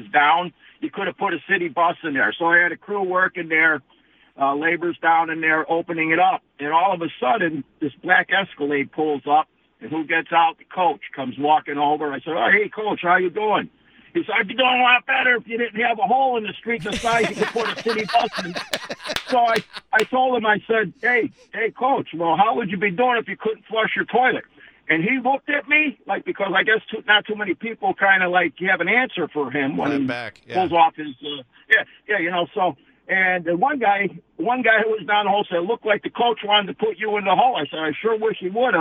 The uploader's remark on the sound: We asked for people that had met him to call in and tell us about it and Driver Nation came through!!!!!